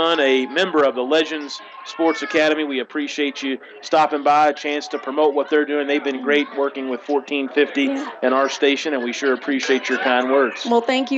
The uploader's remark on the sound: we are LIVE from Skyview park in J-town for opening day for Little League Baseball